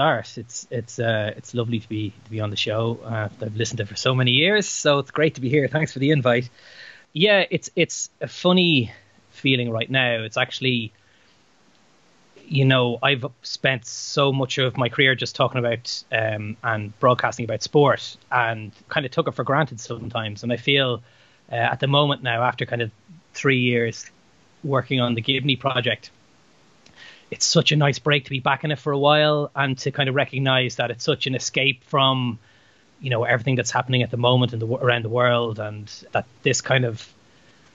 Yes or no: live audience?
no